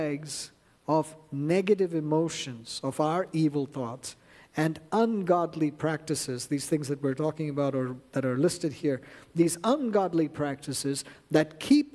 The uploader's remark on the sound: at New Life Fellowship Church, Concord, NC, on Sunday, November 5, 2023